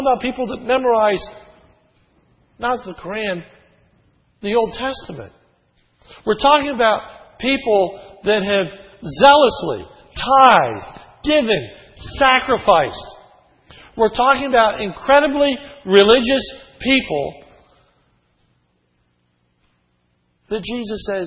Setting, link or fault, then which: setting, large echoing room